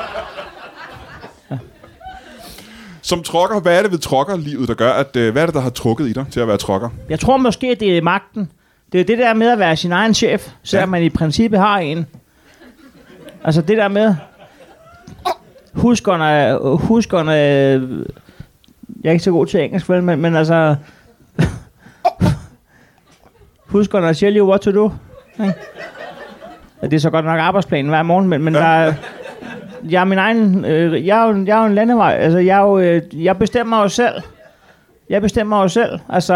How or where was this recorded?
live audience